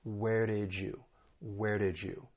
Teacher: So that final D in did, we can blend that with the beginning Y sound in you. That's assimilation. And when they blend together, you get a J sound.